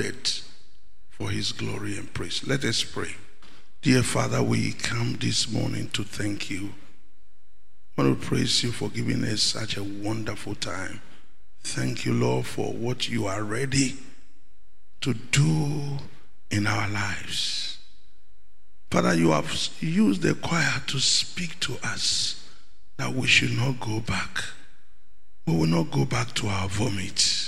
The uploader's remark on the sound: Sermon preached at CBC Shiashie Campus